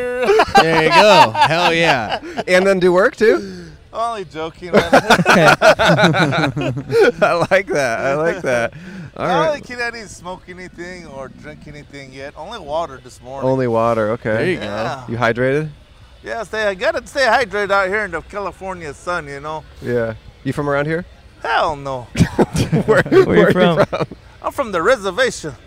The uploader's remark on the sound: On The Venice Beach Boardwalk.